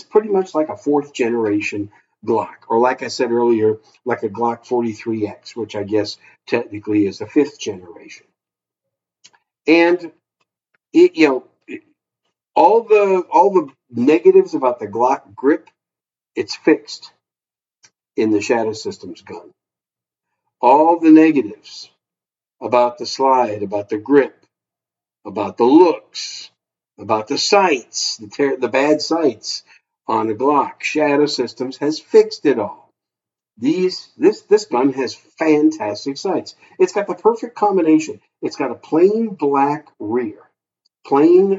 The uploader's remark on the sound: Sorry about the audio quality